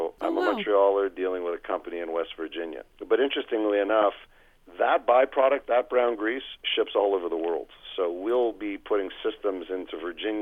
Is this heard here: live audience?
no